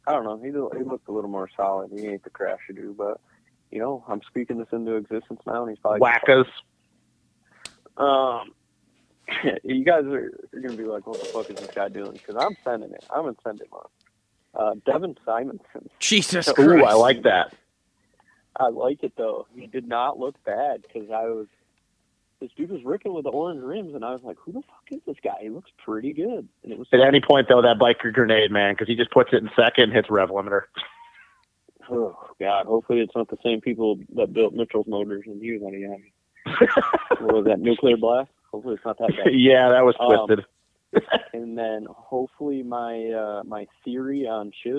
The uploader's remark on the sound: Get on the phone.